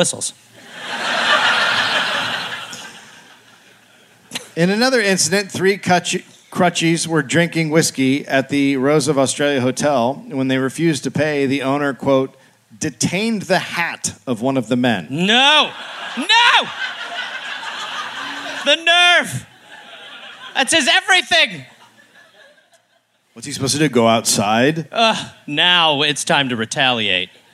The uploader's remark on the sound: Live in Adelaide